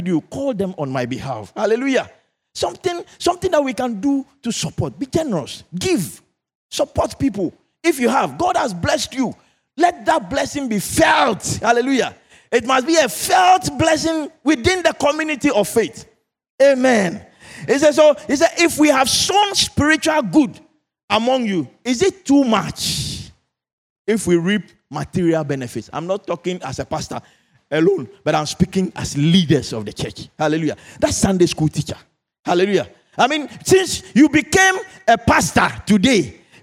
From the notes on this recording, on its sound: Sermon preached at CBC Shiashie Campus on Sunday January 21, 2024